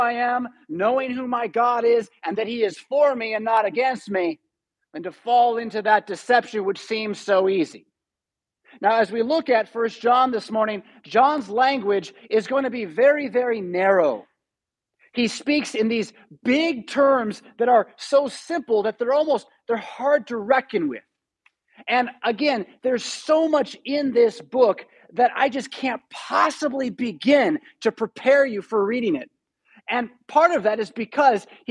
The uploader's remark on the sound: Preached at St Paul Lutheran Church , Rockford, Illinois on January 30, 2022.